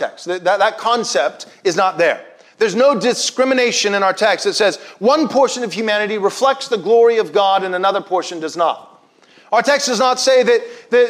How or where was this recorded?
large echoing room